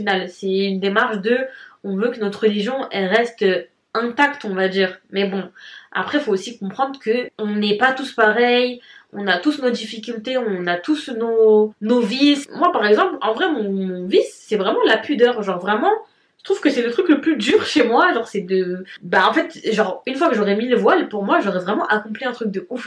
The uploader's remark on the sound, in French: Veuillez excuser la qualité sonore de la vidéo